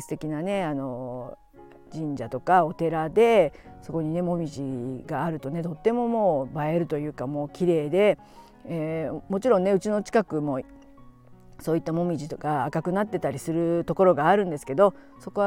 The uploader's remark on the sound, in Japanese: 京都で、歩きながらおしゃべりして最高。